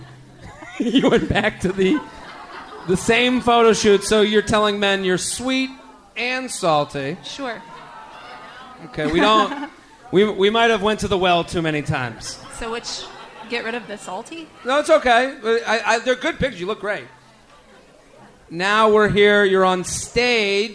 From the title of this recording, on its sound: LIVE From The Comedy Zone in Charlotte